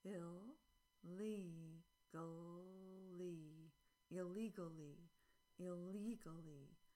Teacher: Second syllable is longer and stronger. It is the most stressed syllable.